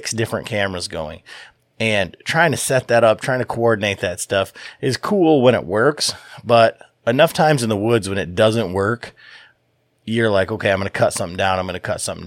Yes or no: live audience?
no